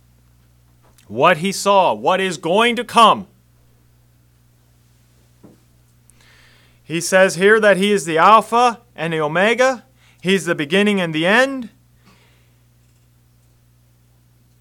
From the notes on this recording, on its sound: Message preached at Word of Hope on December 17, 2023